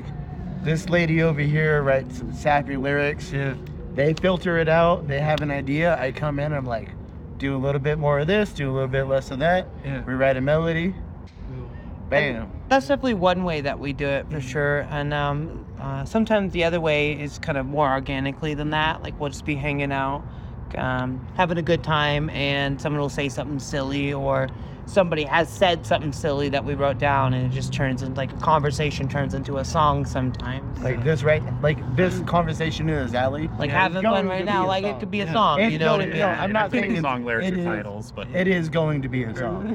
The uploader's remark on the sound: At Treefort Music Fest. During Treefort Music Fest in Boise Idaho. We were outside of this random alleyway across from these big buildings.